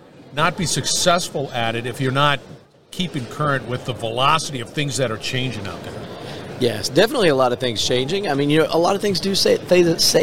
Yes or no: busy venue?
yes